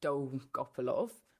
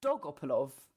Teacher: So they're removing an L from his name when you say it. · Shown in: second take